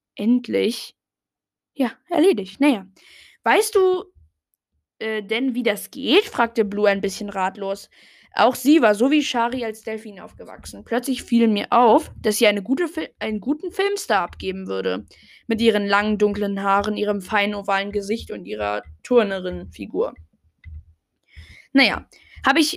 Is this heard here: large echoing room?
no